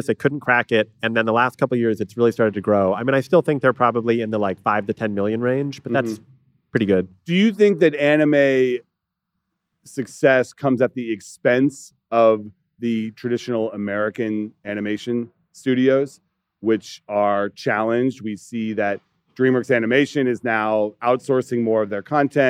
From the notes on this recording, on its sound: Live from Bloomberg’s Screentime event in Los Angeles